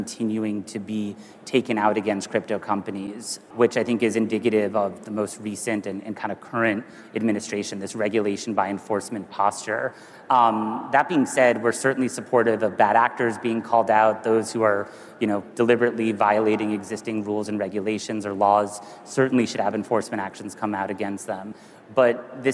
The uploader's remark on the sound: A Consensus 2023 panel